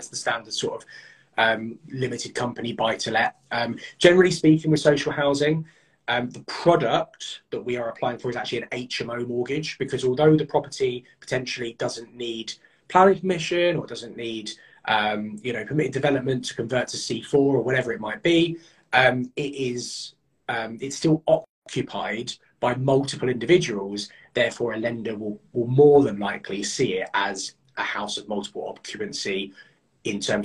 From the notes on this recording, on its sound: This week I’m sharing an instagram live with you